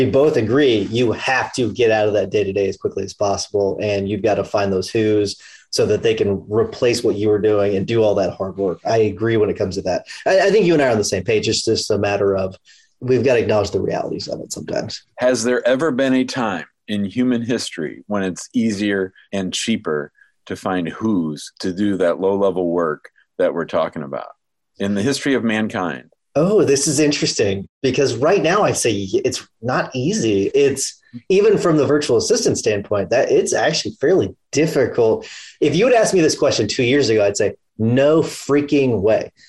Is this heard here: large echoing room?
no